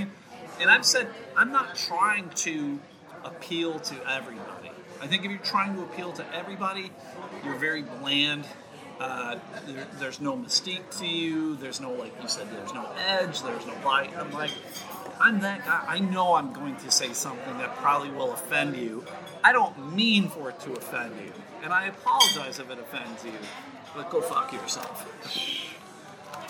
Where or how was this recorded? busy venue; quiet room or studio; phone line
busy venue